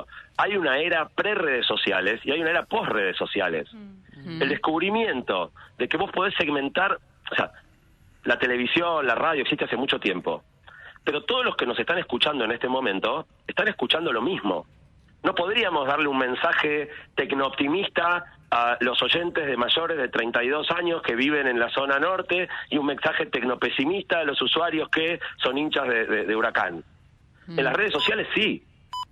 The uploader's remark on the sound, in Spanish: Pido disculpas por un audio de una calidad inferior a la habitual porque la entrevista es por teléfono y porque (¡de tanto hablar!) estoy un poco disfónico.